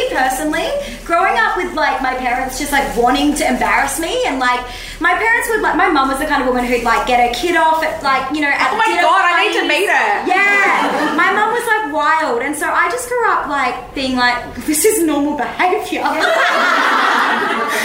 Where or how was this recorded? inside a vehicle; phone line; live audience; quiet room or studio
live audience